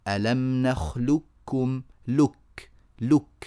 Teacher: ينطق كلمة نخلقكم بكاف خالصة هكذا ألم نخلق لكم لك لك من لام إلى كاف مباشرة ولا أثر للقاف · Term: إدغام كامل